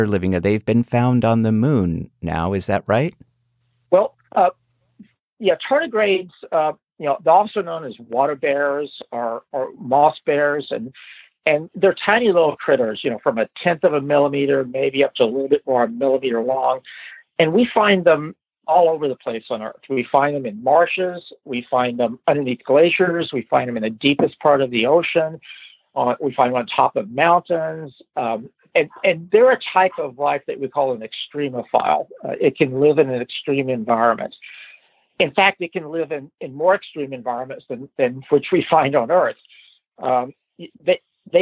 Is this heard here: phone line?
yes